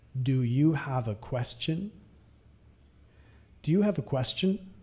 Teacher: nota la entonación subiendo al final de la pregunta, que es un señal, que es una pregunta.